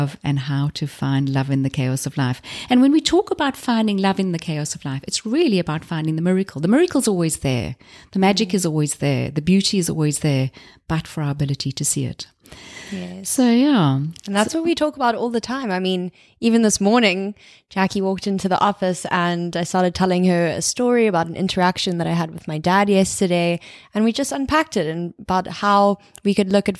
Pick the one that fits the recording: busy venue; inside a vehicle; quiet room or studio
quiet room or studio